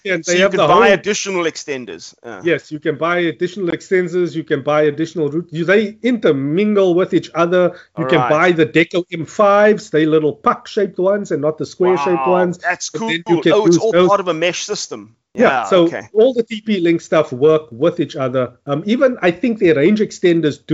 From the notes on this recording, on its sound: Recorded via Skype